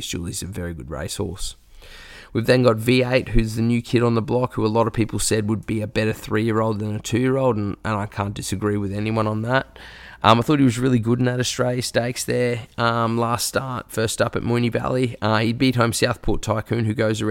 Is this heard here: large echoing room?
no